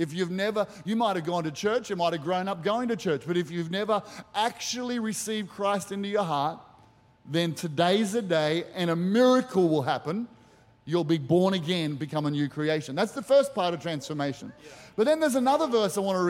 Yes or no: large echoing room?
yes